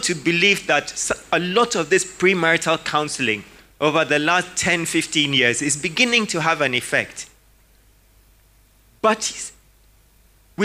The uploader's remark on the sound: Sermon preached at CBC Shiashie Campus